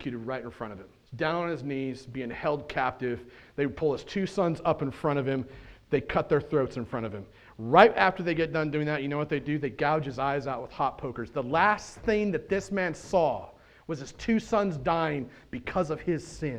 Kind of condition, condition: setting, large echoing room